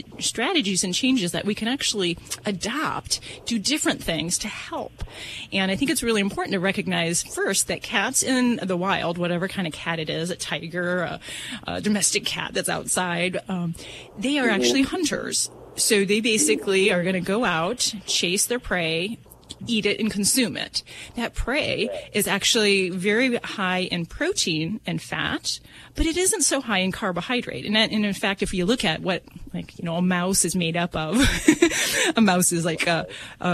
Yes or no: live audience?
no